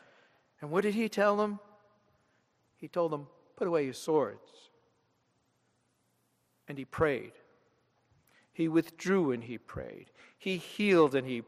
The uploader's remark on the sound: This sermon was delivered at Downtown United Presbyterian Church, Rochester, NY on Sunday, July 28, 2013.